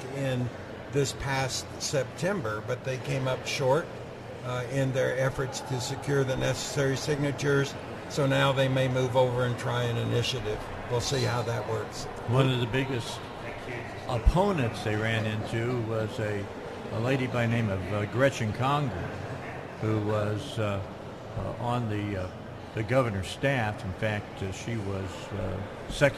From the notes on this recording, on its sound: Live from the state capitol today for the first in four years.